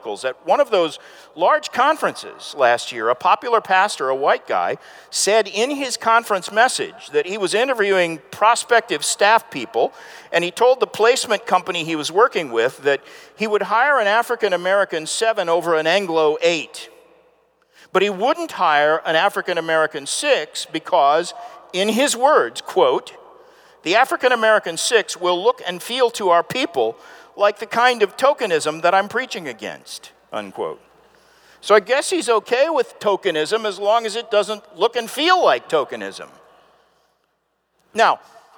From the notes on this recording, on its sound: This presentation was given on January 16, 2019 at the Sovereign Nations 'Social Justice & The Gospel' Conference in Atlanta, Georgia preceding the G3 Conference.